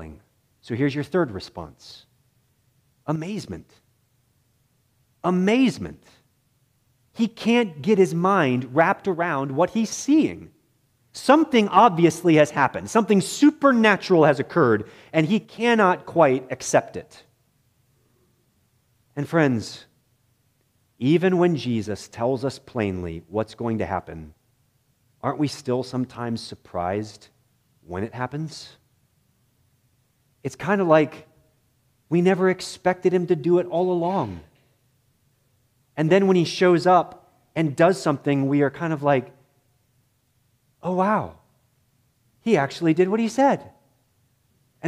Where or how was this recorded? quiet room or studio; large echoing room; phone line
large echoing room